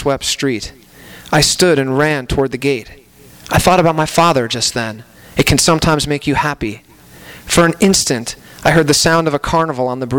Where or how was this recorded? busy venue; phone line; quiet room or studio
busy venue